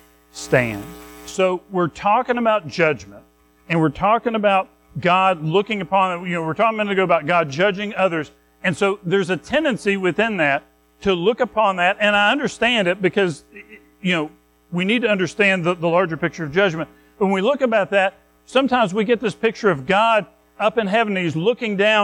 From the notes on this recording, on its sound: Recorded at Madison Baptist Church in Madison WV on Nov 5, 2023